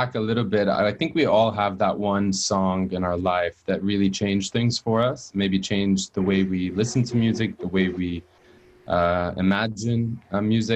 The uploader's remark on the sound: Our long-form interview series, hosted on Zoom. Following the interview there is a moderated town-hall style Q&A with questions coming from the live virtual audience on Zoom.